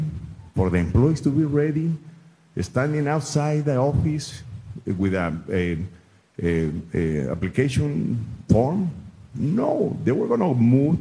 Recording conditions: busy venue